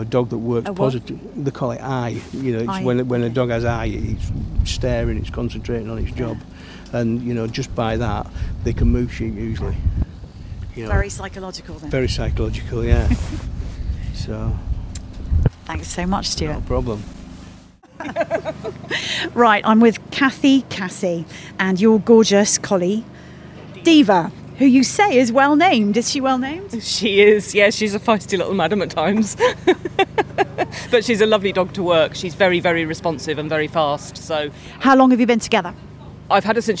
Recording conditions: wind noise